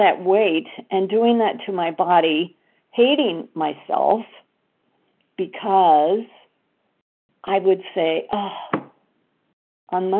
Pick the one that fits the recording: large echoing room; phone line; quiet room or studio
phone line